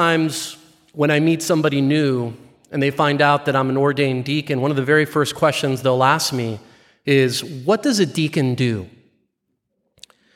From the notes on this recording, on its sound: Live recording from 6pm Mass